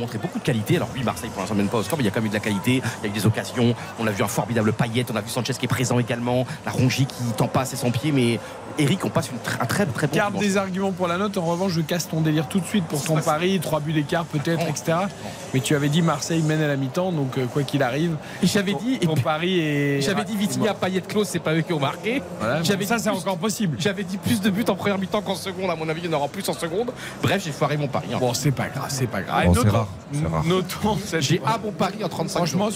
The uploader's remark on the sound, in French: en direct du stade Vélodrome